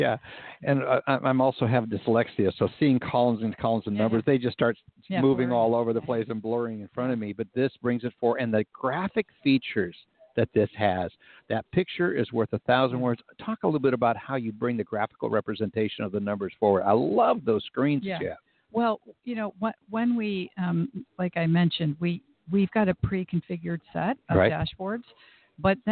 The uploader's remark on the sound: Broadcasting "LIVE" from ALIGHT's Mortgage Innovators 2016 Event. As we broadcast "LIVE" from Alight's Mortgage Innovators Forum 2016 in San Diego. "LIVE" from the event floor.